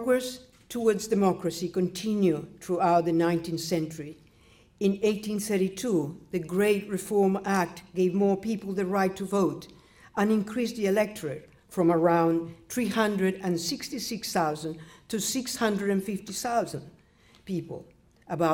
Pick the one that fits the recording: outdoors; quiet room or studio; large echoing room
large echoing room